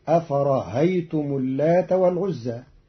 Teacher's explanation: قرأ قالون كلمة أفرأيتم بتسهيل الهمزة الثانية بين بين، فتصير أفرهيتم اللات والعزى في بعض لغات العرب.